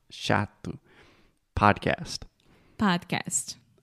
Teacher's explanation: So the first vowel sound, again, is the ah sound.